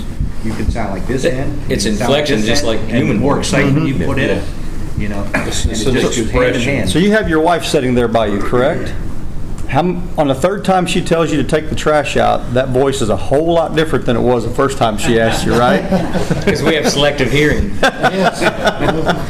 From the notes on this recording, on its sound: Grand National Calling Champions Panel from 2019 NWTF Convention. It is the final seminar recorded at the 2019 NWTF Convention and Sport Show.